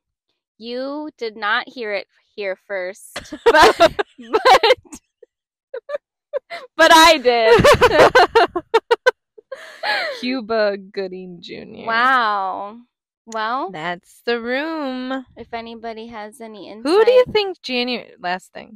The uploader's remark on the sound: We’re on location again, but this time it’s less exciting. Recording in the restaurant for Podsgiving didn’t really pan out, so this episode was recorded in the parking lot.